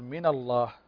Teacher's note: النون ساكنة وحركت بالفتح لالتقاء الساكنين، الأصل فالنون هنا أنها ساكنة، من لما نقف على فهذا السكون وسكون غير ثابت في حال الوصل لأنه يتخلص منه التقاء الساكنين.